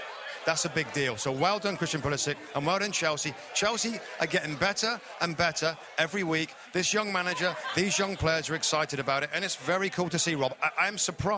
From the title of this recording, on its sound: Live from the Premier League Mornings Fan Fest in Austin!